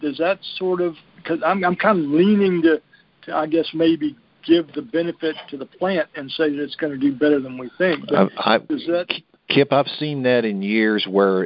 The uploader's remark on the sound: Monthly Conference Call